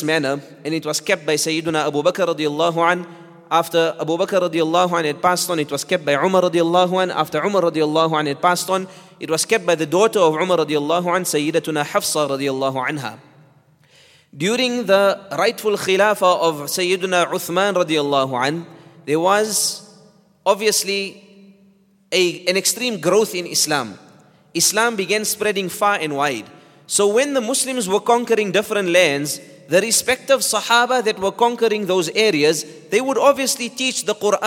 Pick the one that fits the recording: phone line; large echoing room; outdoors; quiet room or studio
large echoing room